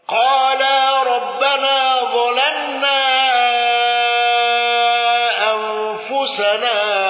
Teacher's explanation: الأزرق بالإشباع وتغليظ لام ظلمنا